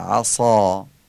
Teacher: واوم که عربی میگیم و، عین و صادم که باید عربی بگیم، عین و غلیظ بگیم، صاد و درشت و پر بگیم، و الف صادم که تفخیم میشه یعنی آیه معمولی خوانده میشه، عصا.